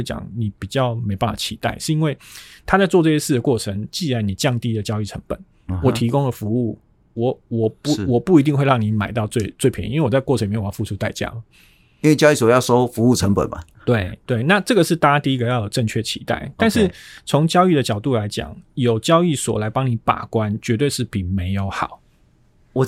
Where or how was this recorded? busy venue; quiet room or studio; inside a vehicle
quiet room or studio